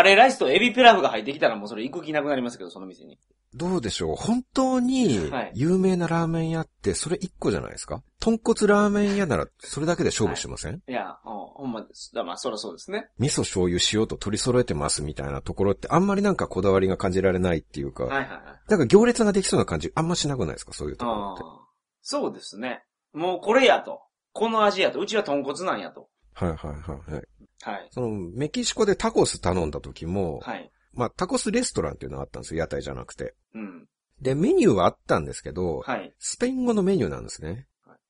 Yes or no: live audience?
no